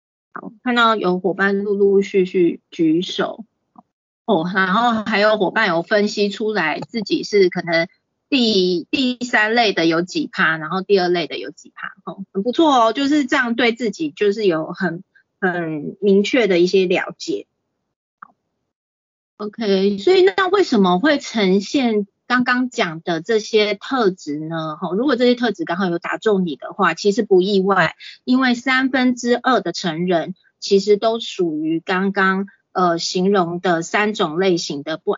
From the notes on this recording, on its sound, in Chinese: 此為線上課程錄音檔！